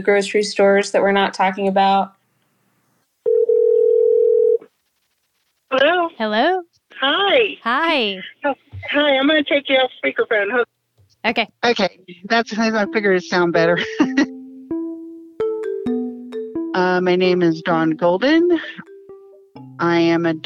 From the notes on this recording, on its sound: Essential Workers Call. Speaks with listeners who deliver packages, stock shelves and drive buses.